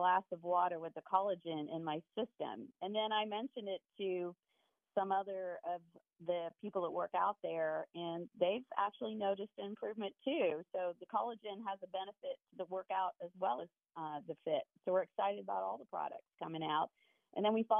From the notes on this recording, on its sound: Many live calls dictate the topics of conversation.